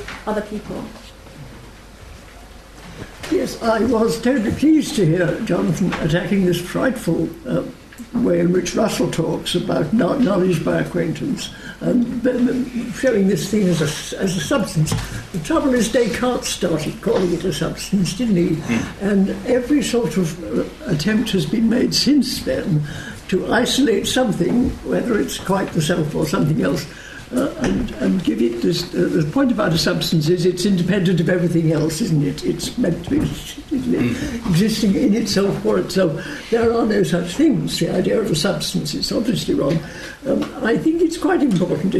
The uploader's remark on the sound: This event forms part of LSE Space for Thought Literary Festival 2014